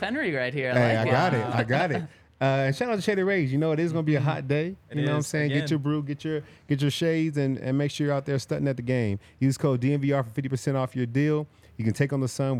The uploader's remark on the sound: coming to you LIVE from the DNVR Bar